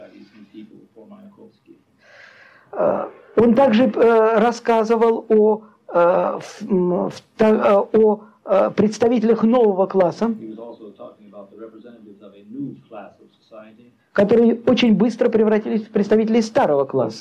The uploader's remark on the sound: Delivered at the University of Kansas on March 27, 1987 as part of the Russian Writers in Residence program.